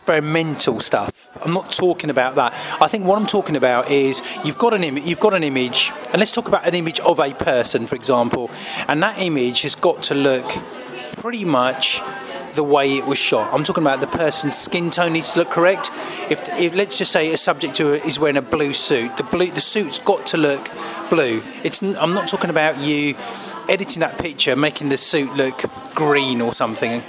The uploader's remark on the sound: recording in a Beefeater whilst on a 3 day shoot